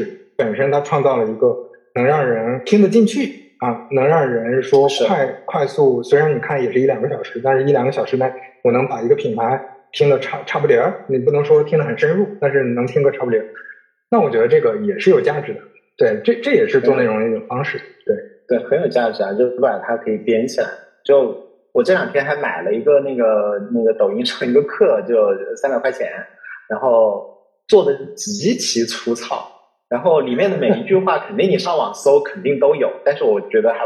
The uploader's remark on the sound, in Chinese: 本期收音环境不佳，建议尽量公放、或将耳机音量调低一点点收听。